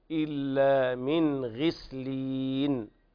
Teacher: الغين أقل مرتبة في التفخيم